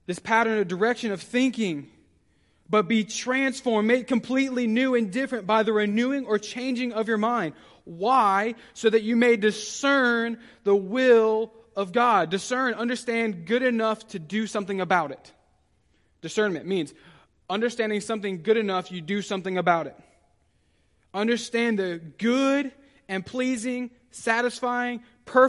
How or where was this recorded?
large echoing room